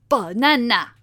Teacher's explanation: the same stress on each of the syllables in the word. So like, say the word banana, they might say instead of banana, where the inflection is in the correct syllable, it might be banana or something similar like that.